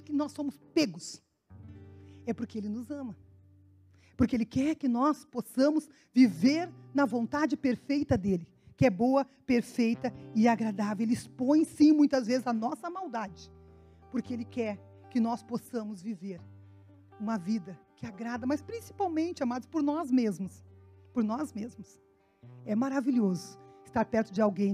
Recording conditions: large echoing room